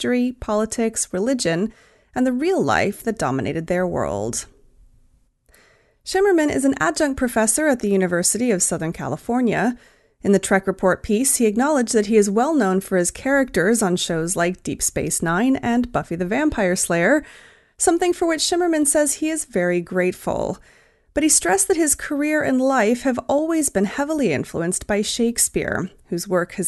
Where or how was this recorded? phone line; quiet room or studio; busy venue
quiet room or studio